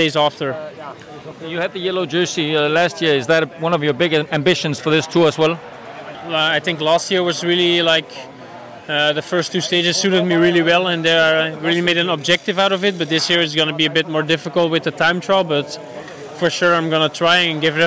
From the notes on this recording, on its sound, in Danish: Den store Tour-optakt optaget i forbindelse med holdpræsentationen i Tivoli.